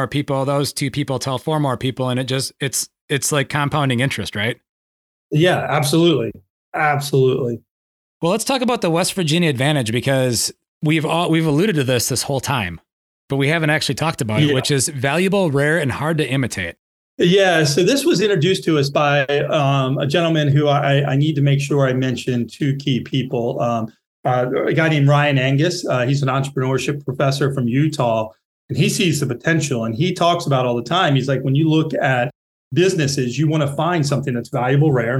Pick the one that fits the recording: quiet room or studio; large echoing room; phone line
quiet room or studio